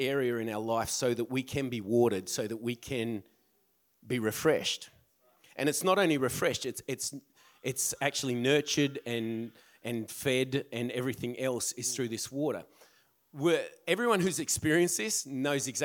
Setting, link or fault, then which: setting, large echoing room